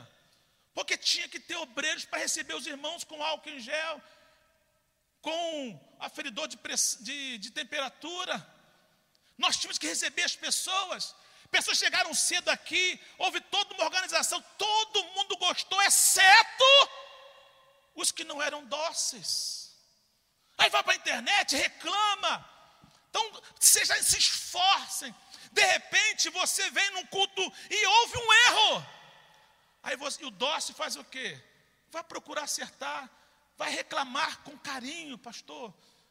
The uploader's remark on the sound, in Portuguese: CULTO DA VITÓRIA AO VIVO